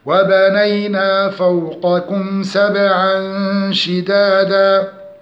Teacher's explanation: فوقكم تفخيم القاف لأنها مفتوحة